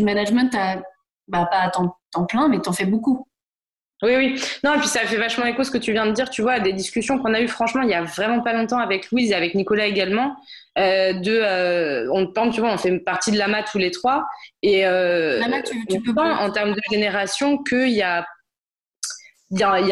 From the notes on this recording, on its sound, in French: Enregistré à distance